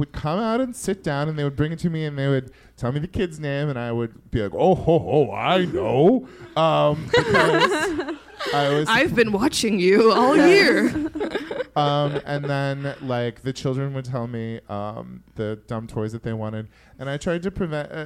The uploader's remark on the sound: LIVE at Lyric Hyperion. Recorded at Lyric Hyperion in Los Angeles.